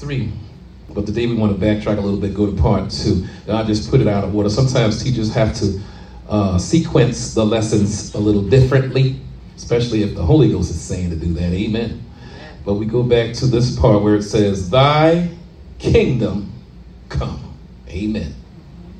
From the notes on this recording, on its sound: shared this message live at RACC